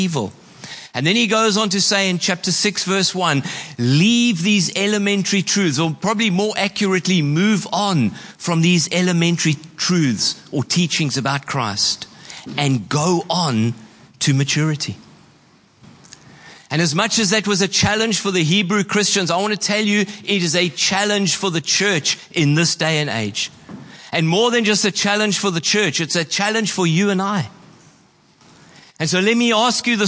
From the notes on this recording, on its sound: Preached on 26/11/23 at Horsham Downs.